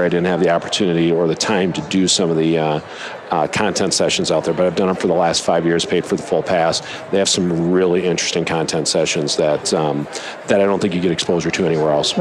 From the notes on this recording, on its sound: LIVE from Las Vegas, at #HRTechConf